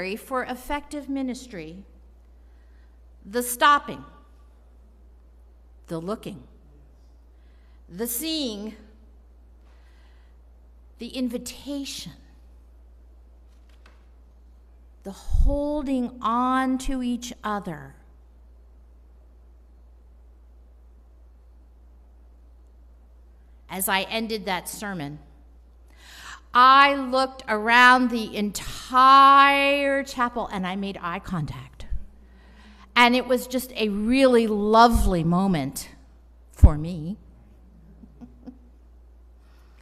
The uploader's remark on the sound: Bonus - Installation Sermon & Charge. At the service of installation.